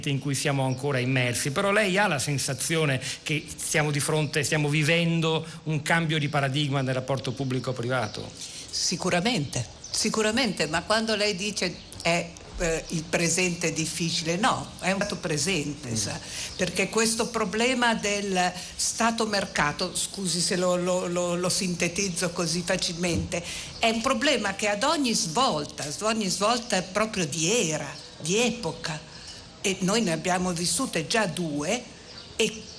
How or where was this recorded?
busy venue